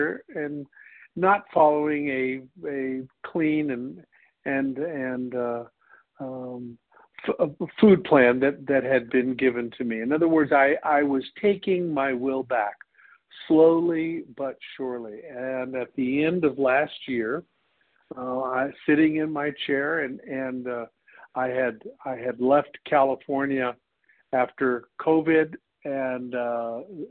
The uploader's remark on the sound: 100 Pounders Phone Meeting